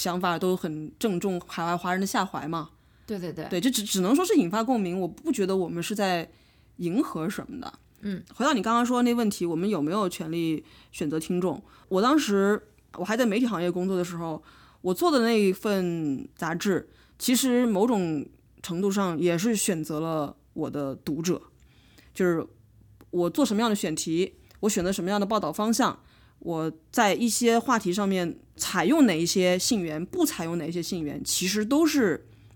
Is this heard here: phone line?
no